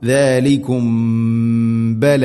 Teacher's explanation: സാക്കിന മീമിന് ശേഷം ബ വന്നാൽ ഇഖ്ഫ ഷഫവി അവിടെ മണിച്ചുകൊണ്ട് ഉച്ചരിക്കണം.